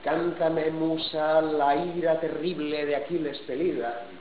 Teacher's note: esto es un exámetro, porque estoy poniendo tónica, átona, átona, tónica, átona, átona, tónica, átona, átona. Esto es un ritmo perfectamente reconocible.